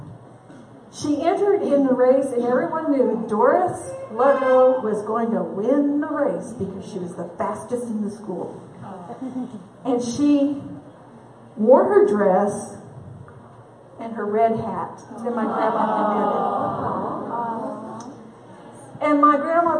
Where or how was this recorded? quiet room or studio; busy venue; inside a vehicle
busy venue